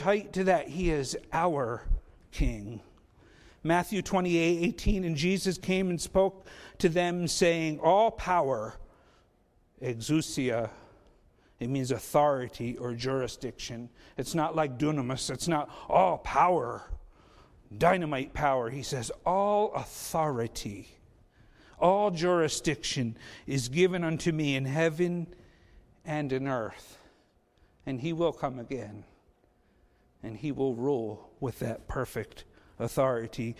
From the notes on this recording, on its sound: Faith Baptist Church in Hamilton, NJ.